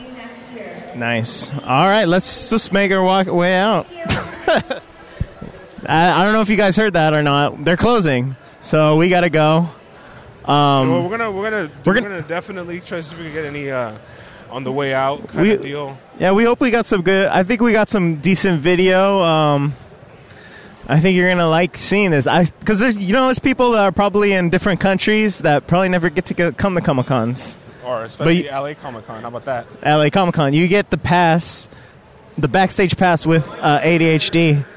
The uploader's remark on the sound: LIVE from LA Comic Con